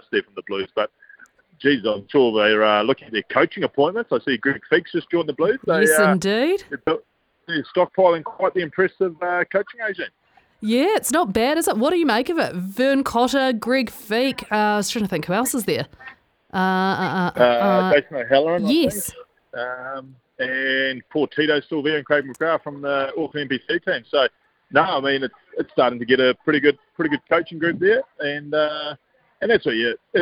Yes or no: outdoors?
yes